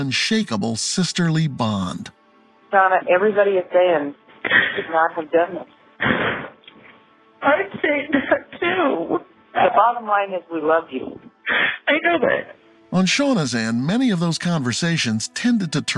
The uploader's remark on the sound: Recorded phone calls from a suspect in jail